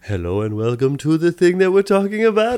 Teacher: That opening where he's like, it sounds like he's just going up and up on the scale